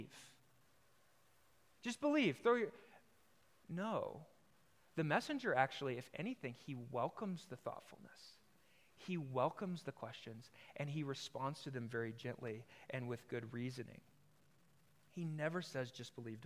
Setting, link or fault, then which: setting, large echoing room